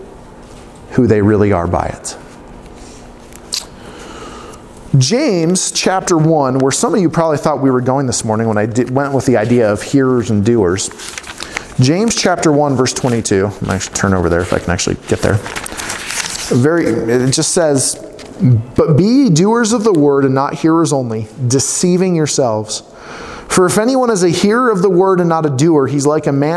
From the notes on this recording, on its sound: preaching at Lifepoint Church in Farmington on Sunday, 3/8/2020.